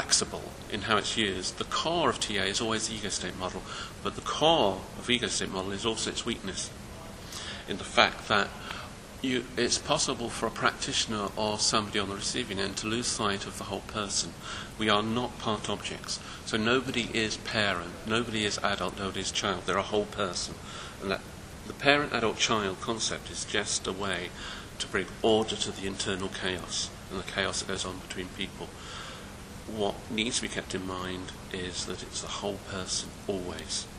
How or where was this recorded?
busy venue